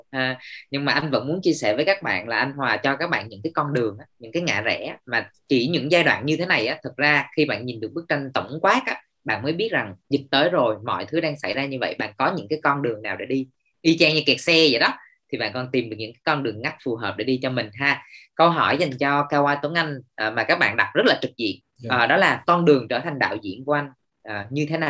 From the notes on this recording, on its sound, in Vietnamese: Nội dung âm thanh này đã được Arena Multimedia ghi âm lại từ nền tảng ứng dụng Zoom trong sự kiện Talk: Nghề phim - Trò chuyện với thế hệ Z.